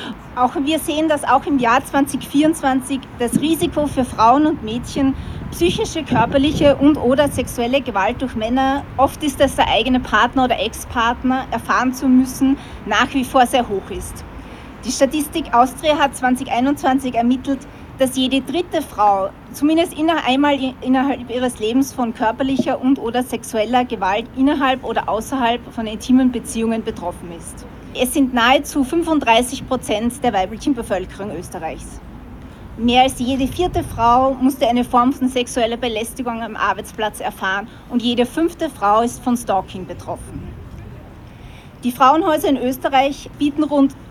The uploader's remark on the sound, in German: Ausschnitte aus der Kundgebung (die meisten Reden – aus urheberrechtlichen Gründen ohne den Ton von zugespielten Videos und ohne Musik). Bei der ersten Zwischenkundgebung ist das Aufnahmegerät beim Einschalten vorübergehend eingefroren.